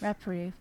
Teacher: He just emphasized the re instead of the preve. Right, but that's mispronouncing it.